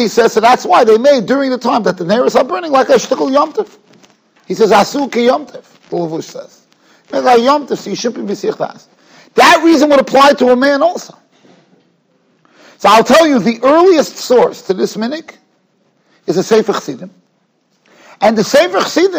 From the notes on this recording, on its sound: Shiur recorded in Yeshivas Ohr Reuven, Monsey, NY.